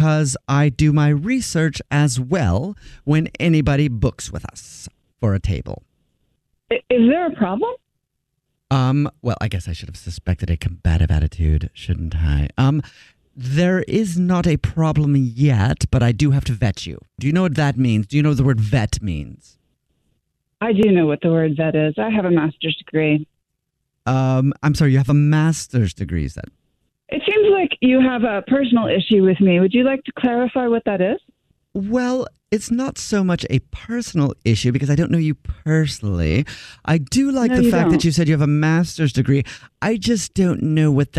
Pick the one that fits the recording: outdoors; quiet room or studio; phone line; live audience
phone line